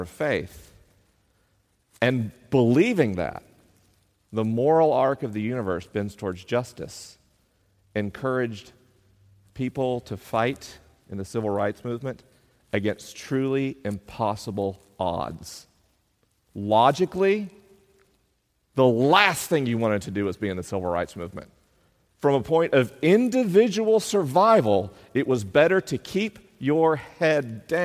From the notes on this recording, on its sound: LIVE in Columbus, OH. This week is a live episode: the questions are unscreened and the answers are unrehearsed. I'm traveling around the country on tour.